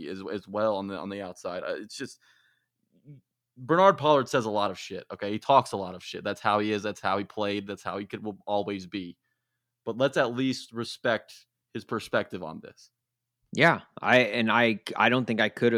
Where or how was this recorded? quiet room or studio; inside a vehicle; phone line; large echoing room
quiet room or studio